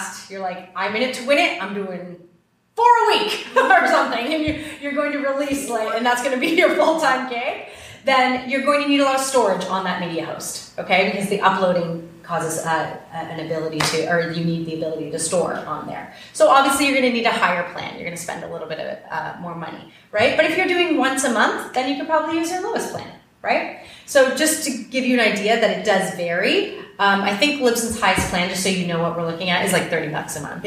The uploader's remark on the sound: AACE Conference Workshop Live Recording. This is the live recording of my workshop at the AACE (Association of Acting Coaches & Educators) conference!